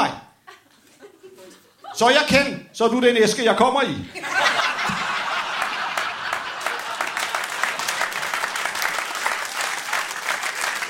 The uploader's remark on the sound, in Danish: LIVE fra Fermaten i Herning